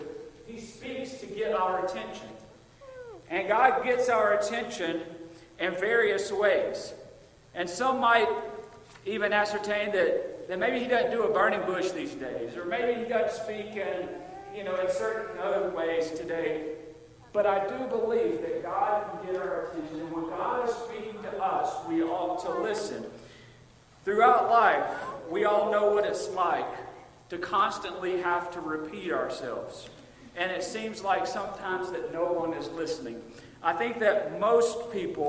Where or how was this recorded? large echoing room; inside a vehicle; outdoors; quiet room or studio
large echoing room